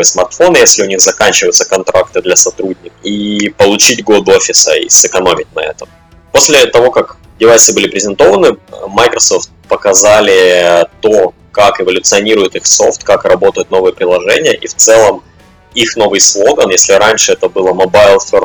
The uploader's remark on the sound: Sound issues. Простите за жесть со звуком.